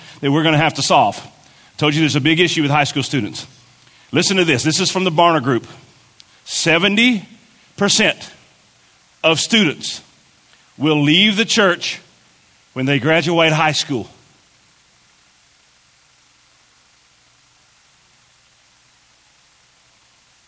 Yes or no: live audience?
yes